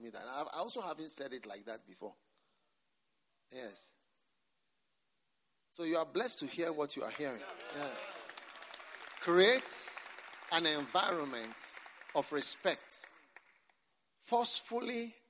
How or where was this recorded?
live audience